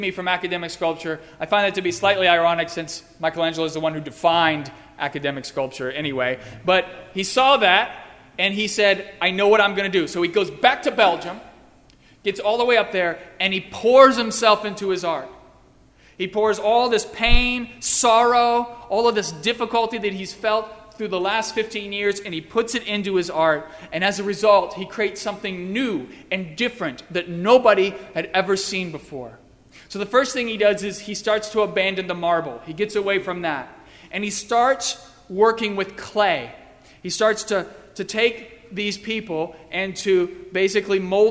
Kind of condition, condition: setting, large echoing room